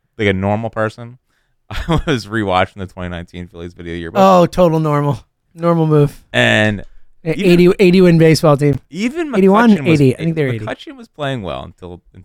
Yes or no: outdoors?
no